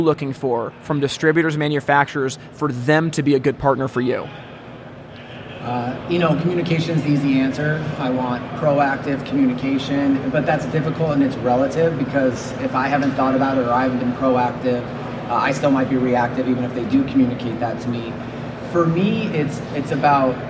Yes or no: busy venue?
yes